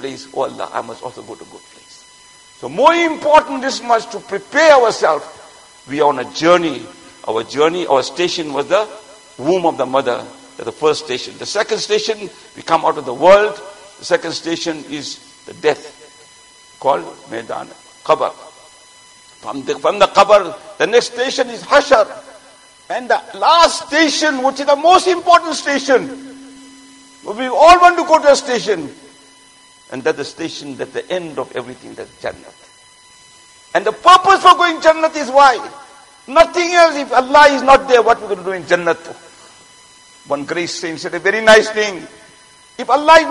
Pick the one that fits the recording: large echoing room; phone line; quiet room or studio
large echoing room